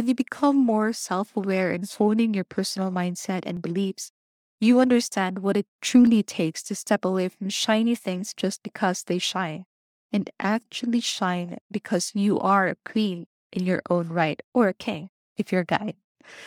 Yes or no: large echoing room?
no